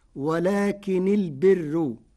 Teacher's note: ولكن البر، قرأ ورش كلمتي ولكن البر بتخفيف ولكن وكسر النون ورفع راء البر مع ترقيق الراء فتصير ولكن البر، للاستدراك ورفع البر على الابتداء.